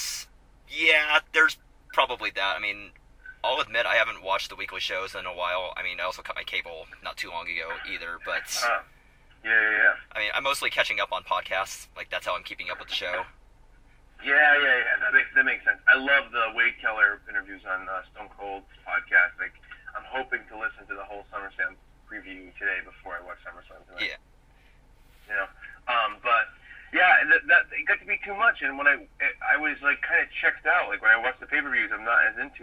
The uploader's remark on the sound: Recorded in my car on a really hot afternoon in Indiana. Joins me via phone.